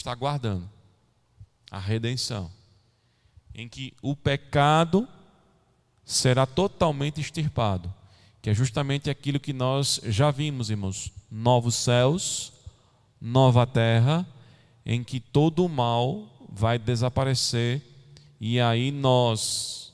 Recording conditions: large echoing room